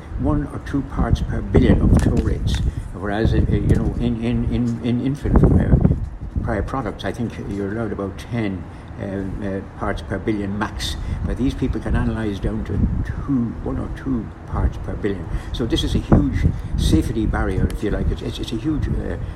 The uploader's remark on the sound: Live from EFFoST 2022 Dublin. Three interviews from the EFFoST 2022 conference at Dublin’s Aviva Stadium.